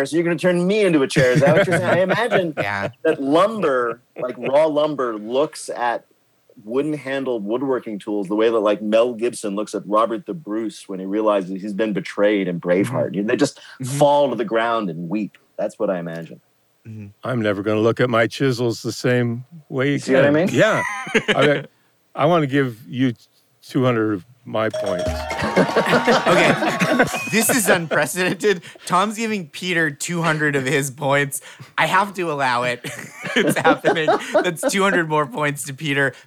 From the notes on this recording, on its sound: A recording of our recent livestream show.